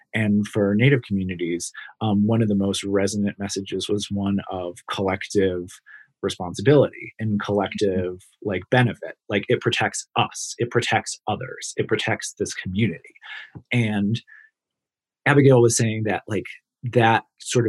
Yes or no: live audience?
no